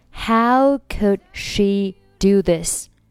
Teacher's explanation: 这里 could 末尾的不用发音